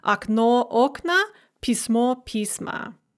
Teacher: the stress shifts on to the stem in the nominative plural · Term: shifting stress